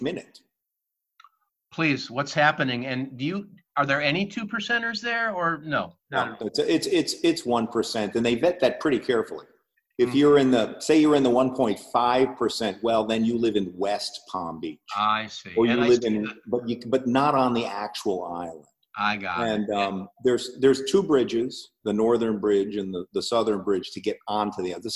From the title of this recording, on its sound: Test Show with Zoom